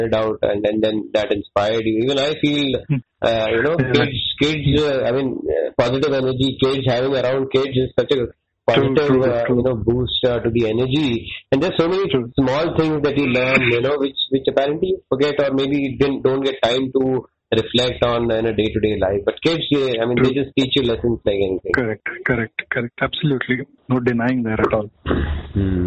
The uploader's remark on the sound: This is very raw, recorded over a phone call.